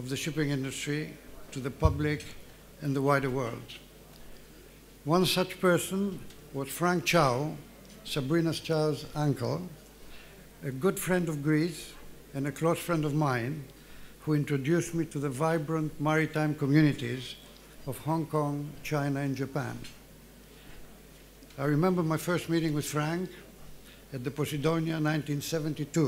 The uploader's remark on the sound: 2023 CAPITAL LINK GREEK SHIPPING LEADERSHIP AWARD LUNCHEON KEYNOTE ADDRESS. Capital Link’s 13th Annual Greek Shipping Forum. Divani Caravel Hotel, Athens, Greece.